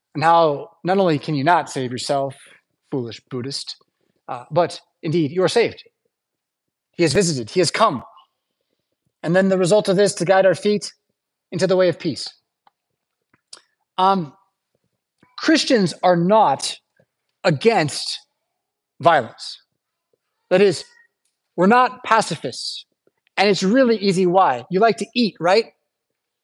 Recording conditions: large echoing room